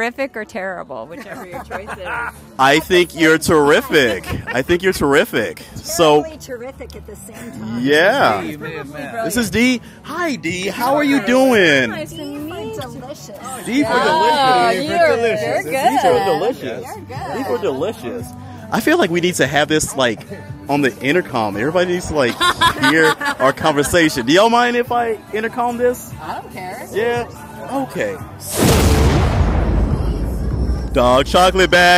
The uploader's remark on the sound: The Hotwife Palooza II in Palm Springs, CA. LIVE interviews with party goers.